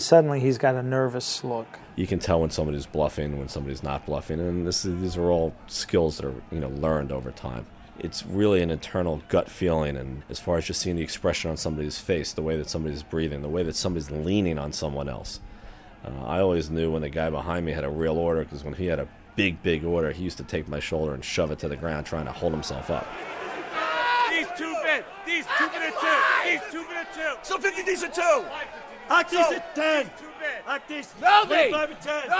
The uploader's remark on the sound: visits the trading floor of the New York Mercantile Exchange, with its hundreds of traders shouting unintelligible phonic abbreviations and numbers back and forth